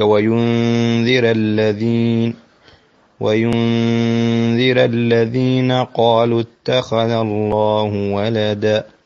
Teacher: نون ساكنة قبل الذاء، حكمها الإخفاء مع الغنة